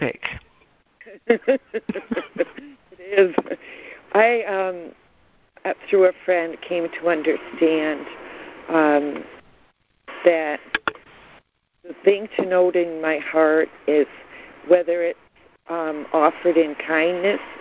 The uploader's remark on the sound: ACIM Daily Conference Call.